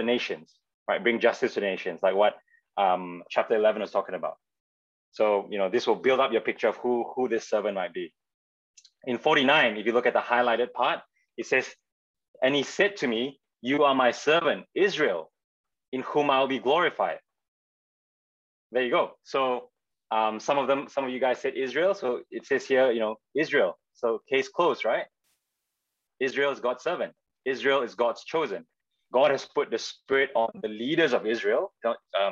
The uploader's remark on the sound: this term was online via Zoom